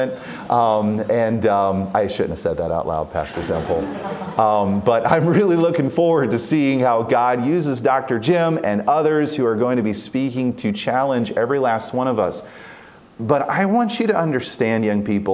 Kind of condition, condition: setting, live audience